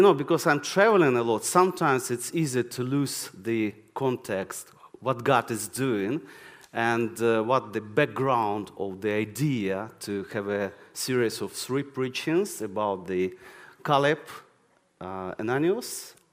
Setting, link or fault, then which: setting, large echoing room